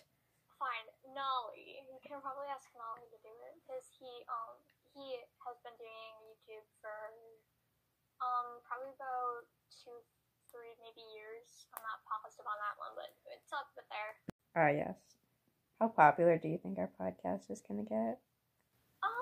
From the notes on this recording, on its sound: Sorry about the audio, it kinda sucks- this was a trial run!